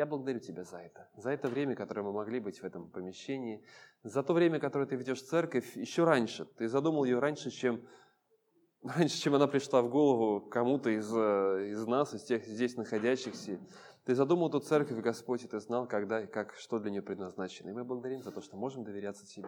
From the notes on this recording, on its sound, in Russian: Полная запись богослужения